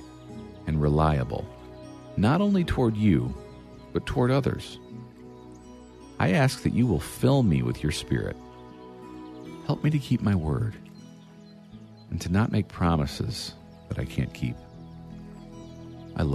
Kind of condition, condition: fault, sounds in the background